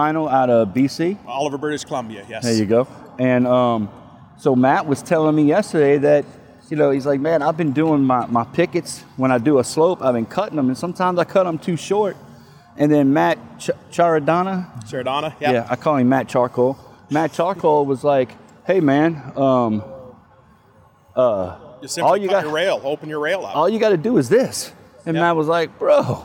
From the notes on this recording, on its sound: LIVE on location at the American Fence Association's University in Arlington, TX